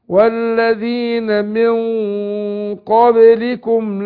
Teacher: الذي خلقكم والذين من هنا نون ساكنة بعدها قاف، هنخفي النون عند القاف ونفخم الغنة